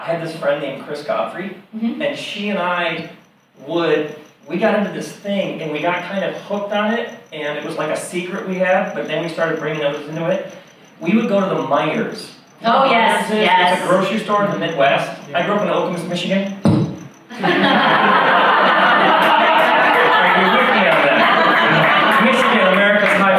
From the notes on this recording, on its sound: The sound quality of this episode is a bit rough. Recorded live at the NerdMelt Showroom, Los Angeles, California, U.S.A.